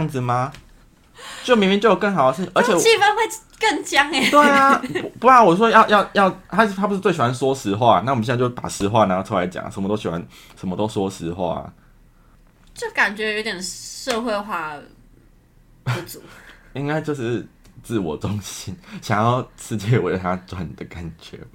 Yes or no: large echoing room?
no